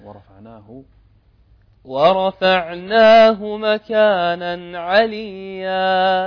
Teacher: حقق الضم ورفعناه، ضم الشفتين